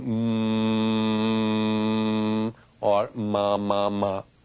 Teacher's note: The sound ma, which is the sound of M, which is the alphabet M, resonates mainly in the sinus cavities.